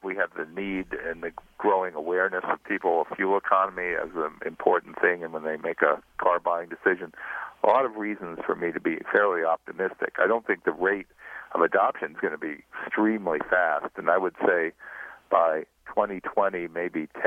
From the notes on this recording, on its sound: Joins us by phone from his home in Fairfield, Connecticut.